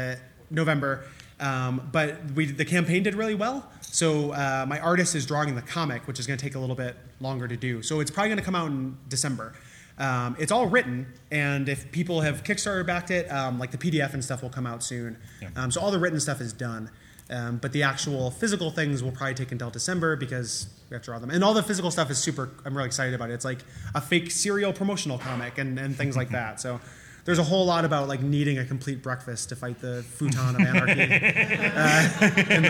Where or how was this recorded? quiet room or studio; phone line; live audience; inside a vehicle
live audience